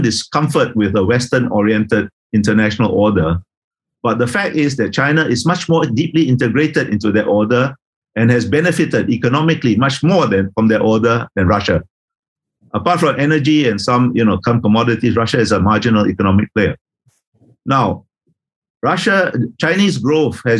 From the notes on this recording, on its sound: This is a recording of one of our digital events.